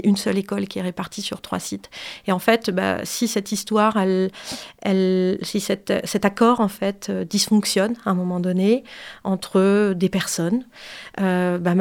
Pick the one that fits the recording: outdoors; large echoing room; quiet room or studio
quiet room or studio